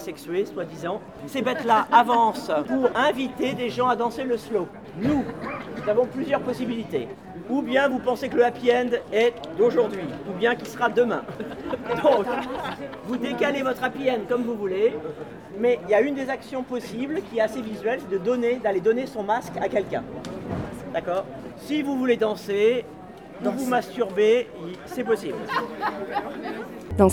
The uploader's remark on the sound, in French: Nous sommes parties au festival international des arts de rue d'Aurillac à la recherche de spectacles féministes.